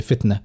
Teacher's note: التاء ساكنة تكون الصفات أبين في الحرف الساكن، لازم نجيبوا حرف شديد ومهموس في فتنة